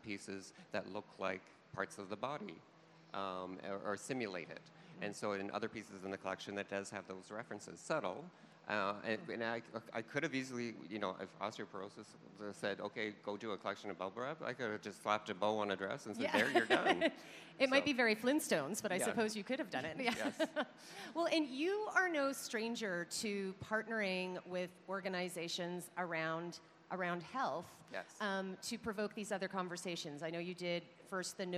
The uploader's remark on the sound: LIVE at Toronto Fashion Week